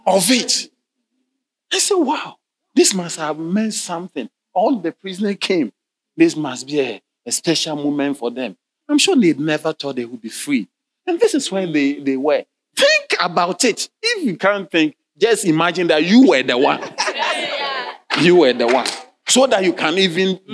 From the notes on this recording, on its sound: Sermon delivered on Sunday, November 26, 2023, at LCI Mega-Church in Cape Town, South Africa.